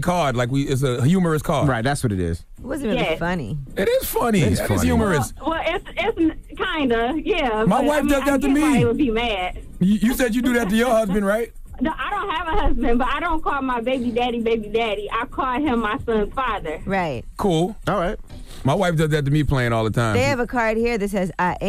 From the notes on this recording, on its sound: Well we opened up the phone lines to see if our listeners took offense to the cards.